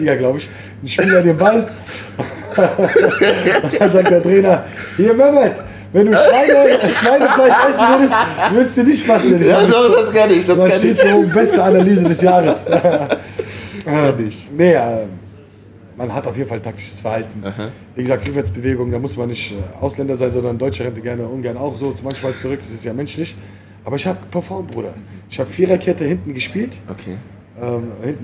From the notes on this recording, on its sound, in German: diese Folge wurde direkt vom Kiosk am Hafen aufgenommen, genauer gesagt vom Hafenplatz 1-3.